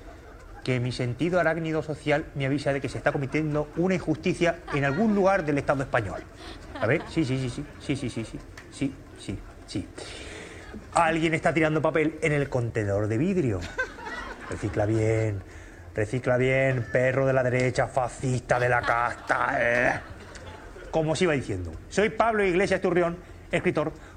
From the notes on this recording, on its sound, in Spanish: Hizo encender todos los smartphone de los presentes en el Café La Palma.